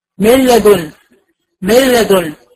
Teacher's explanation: انا دخلت من النون من الميم على اللام على طول فالادغام هنا ما ظهرليش الغنى خالص لان الادغام هنا ادغام كامل يعني ذهاب ذات الحرف وصفته خالص. · Term: إدغام بغير غنى